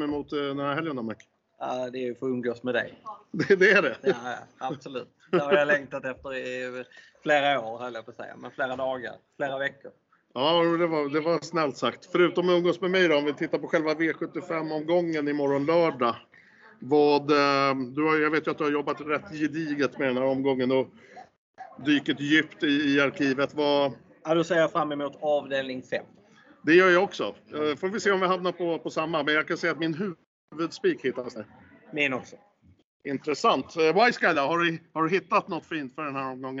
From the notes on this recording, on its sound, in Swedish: Podden inspelas på Malmö Live i livlig miljö.